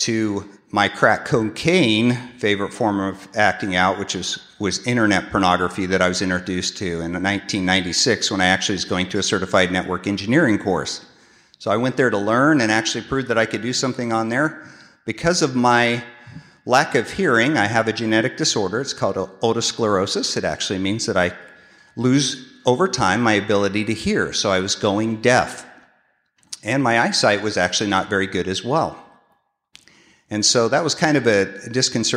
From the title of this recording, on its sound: 2016 San Diego Conference Keynote Speaker